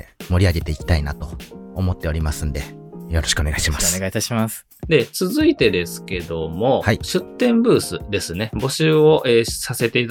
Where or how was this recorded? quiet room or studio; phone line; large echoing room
quiet room or studio